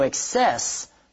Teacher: When we use it as a noun, the stress is on the second syllable, excess.